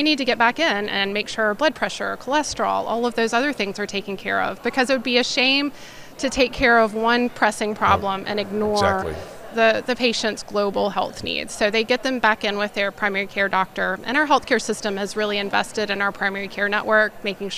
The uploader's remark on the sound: Coming to you from SCBIO’s 2023 annual conference